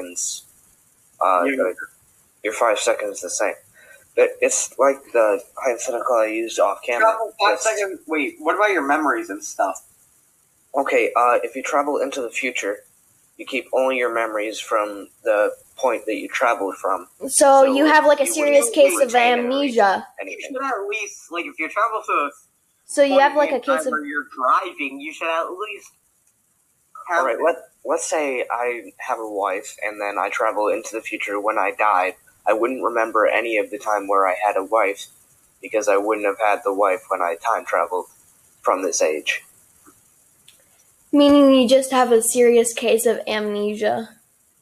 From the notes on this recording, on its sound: We apologize for poor recording quality, and hope to fix it next time.